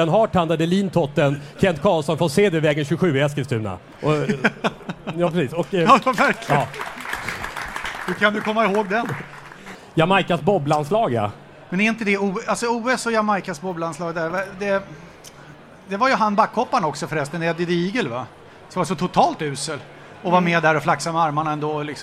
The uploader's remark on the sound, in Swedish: Återigen dags för livepodd med publik.